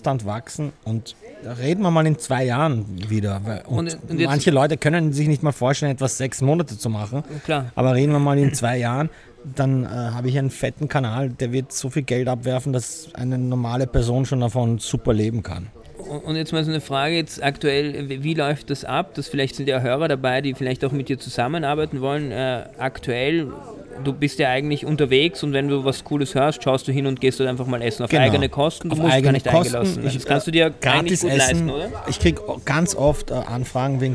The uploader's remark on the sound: Live aus dem Golfclub. Der Podcast wurde zum ersten Mal aus dem Golfclub aufgenommen.